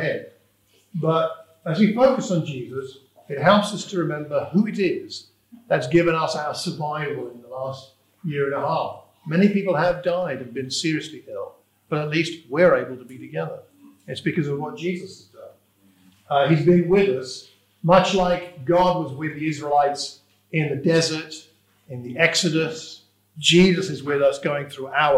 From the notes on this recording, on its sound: This is a sermon preached for the Watford Church of Christ.